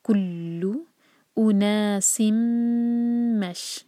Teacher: تنوین کے بعد میم ادغام غنہ کے ساتھ. مش را با ہم، تو میم لائٹ مش را ہیوی، با لائٹ ہم، مش را با ہم.